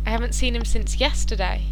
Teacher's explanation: In this sentence, yesterday is stressed as the speaker wants to emphasise when contact took place.